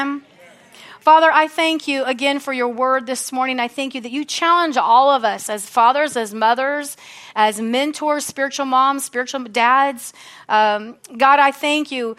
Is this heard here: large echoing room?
yes